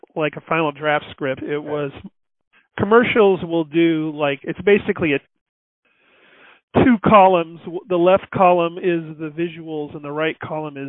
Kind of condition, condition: link, phone line